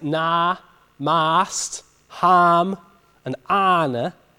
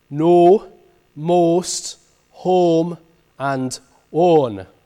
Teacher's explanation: So the long A raises to an O in Middle English. So in words like na, mast, ham, and ane, these become no, most, home, and on.